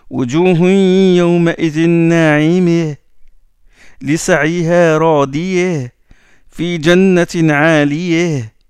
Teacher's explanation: Le alif vers le ya. L'inclinaison de la fatha vers la kasra, ça c'est surtout la lecture de l'kisa'i. · Term: imala